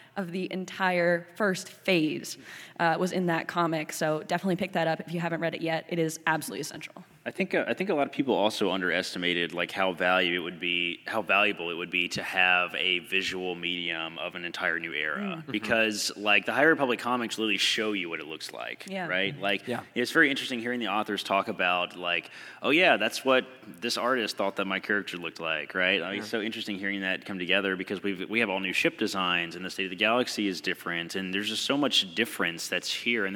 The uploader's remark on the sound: Youtini had the incredible privilege to host a panel at Star Wars Celebration in May 2022. The sound guys were kind enough to help us save the audio which we are now able to share with you. Enjoy this recording of our panel on the Fan Stage at Star Wars Celebration!